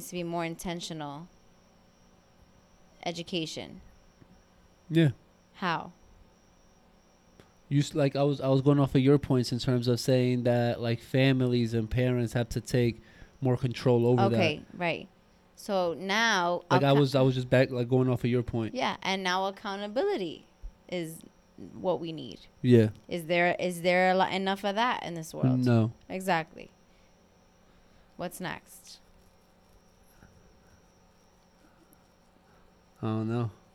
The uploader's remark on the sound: record on their balcony outside